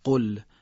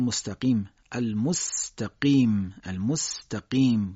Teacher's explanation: حرف قاف با زبان کوچیک ادا میشه، با شدت ادا میشه